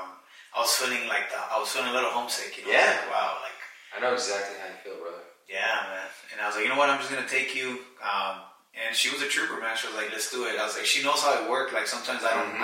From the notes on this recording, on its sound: Apologies for the audio on this one! Our audio files were corrupted and we had to use the Camera audio.